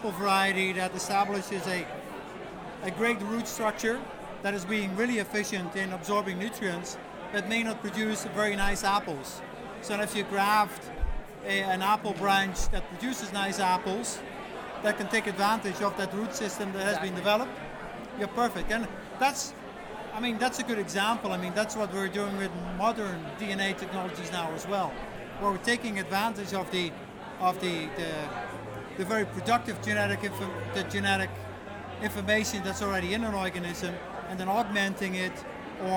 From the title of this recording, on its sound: Bonus Live Interview Audio from TasteTECH